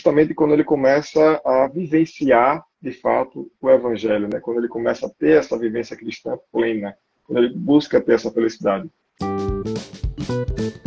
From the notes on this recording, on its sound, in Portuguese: Live realizada através do Instagram